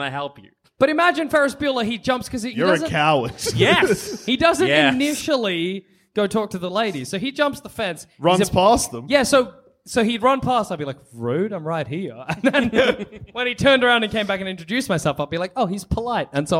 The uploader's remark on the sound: Live from Eureka Hotel Melbourne!